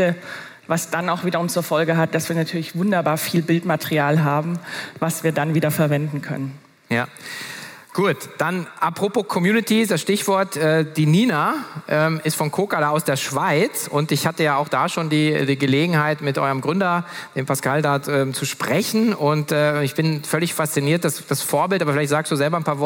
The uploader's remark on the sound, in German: Für eine spannende Gesprächsrunde auf der Future Retail Stage der K5 Konferenz 2023